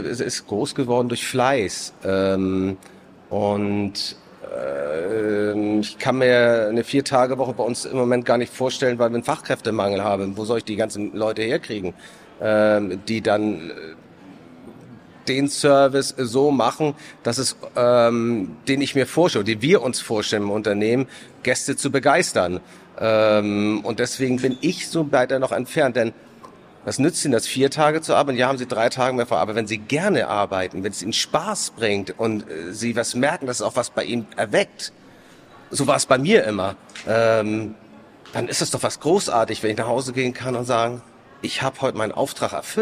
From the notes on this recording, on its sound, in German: Live-Talk von der Nord Gastro 2024